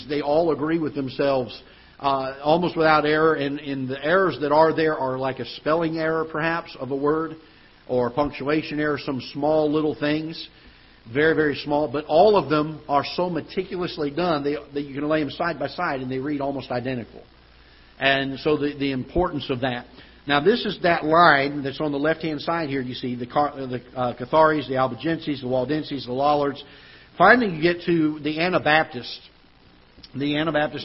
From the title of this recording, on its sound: Ketha Heights Baptist Church ~ Live Broadcast